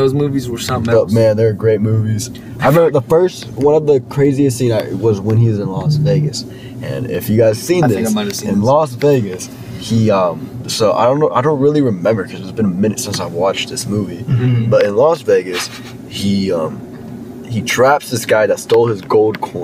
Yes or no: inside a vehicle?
yes